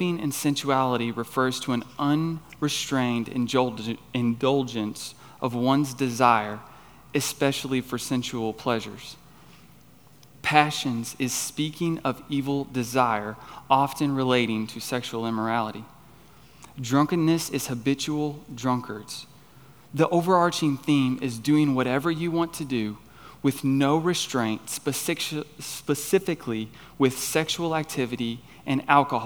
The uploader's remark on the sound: On the evening of September 3, 2023, at Chaffee Crossing Baptist Church in Barling, AR.